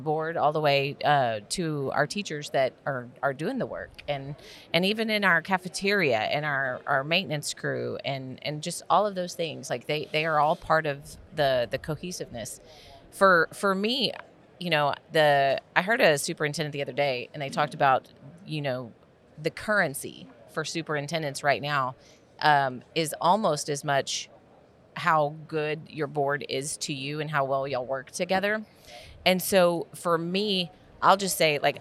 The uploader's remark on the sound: This is the first of many episodes filmed at the educational conference of the year, the TASA/TASB Convention!